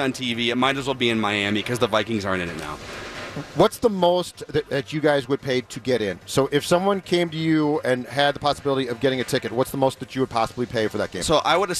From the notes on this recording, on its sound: live from Radio Row all week